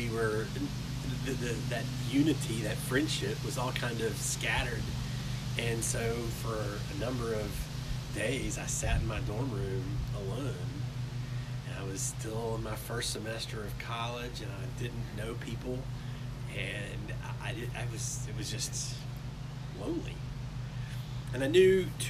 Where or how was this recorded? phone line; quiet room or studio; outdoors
outdoors